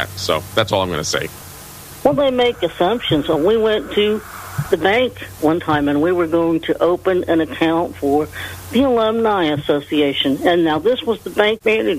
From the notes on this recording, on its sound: Take your phone calls.